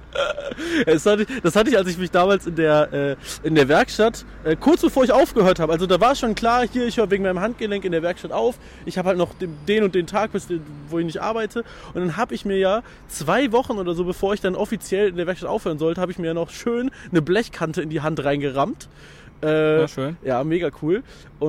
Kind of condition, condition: setting, outdoors